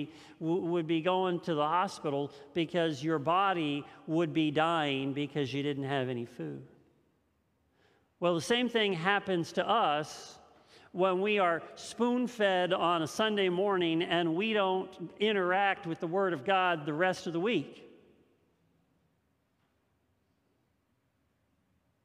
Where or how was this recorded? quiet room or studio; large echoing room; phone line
large echoing room